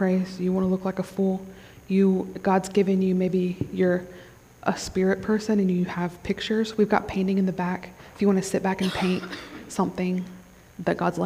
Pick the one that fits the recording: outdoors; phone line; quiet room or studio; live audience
live audience